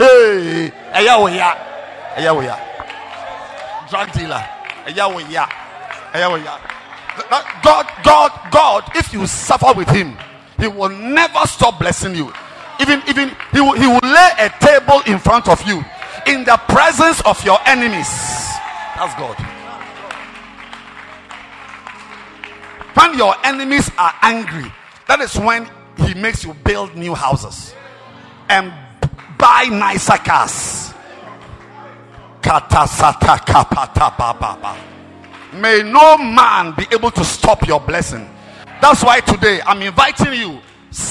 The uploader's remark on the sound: Preached at the FIRST WORKS SERVICE, AYENSU RIVER CATHEDRAL.